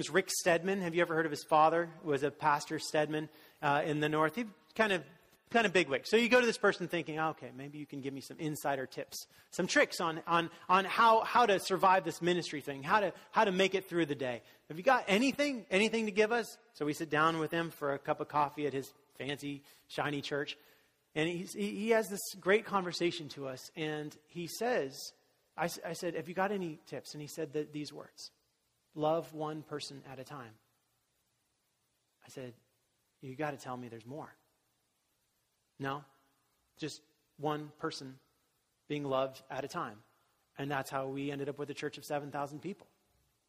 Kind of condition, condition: setting, large echoing room